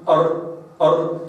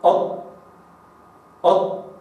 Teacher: تجد أن الراء أدخل من الطاء